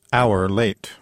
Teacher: There's no H sound, so it would be an hour late.